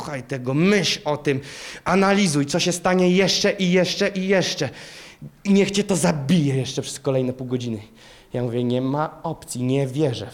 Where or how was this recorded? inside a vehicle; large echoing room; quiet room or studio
large echoing room